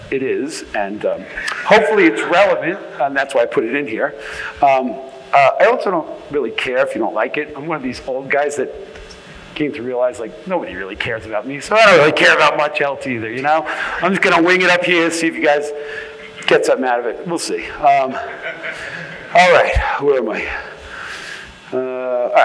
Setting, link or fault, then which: setting, live audience